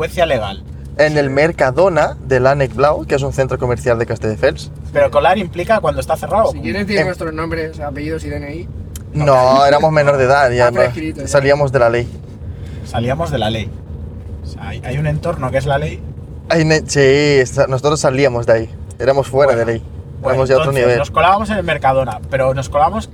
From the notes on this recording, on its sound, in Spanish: grabado en el coche mientras íbamos a alguna parte